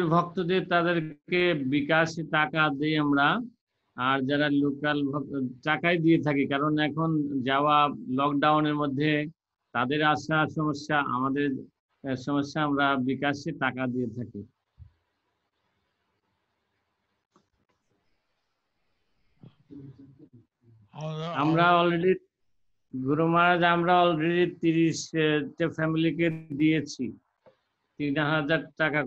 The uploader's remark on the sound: Zoom Session